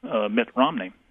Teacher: it's a two-syllable with emphasis on the first syllable